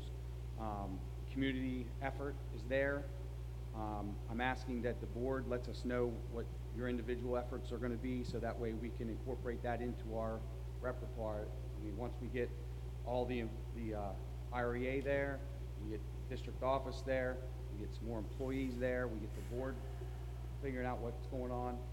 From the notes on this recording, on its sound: An audio recording of the Board of Education regular meeting on March 25, 2019.